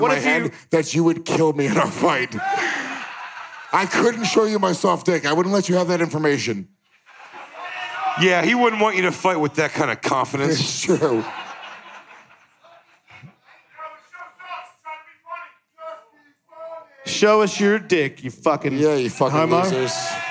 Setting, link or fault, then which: setting, live audience